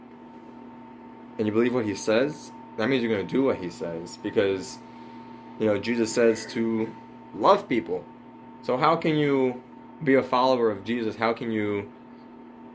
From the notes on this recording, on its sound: Please excuse the lesser quality audio on John 1 - 9.